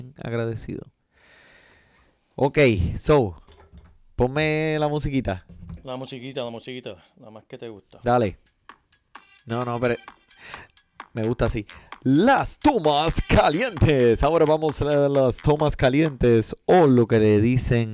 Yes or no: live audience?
no